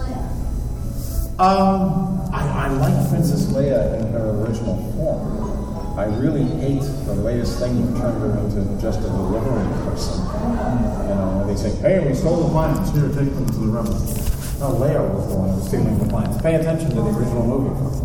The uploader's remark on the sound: This special episode features a live recording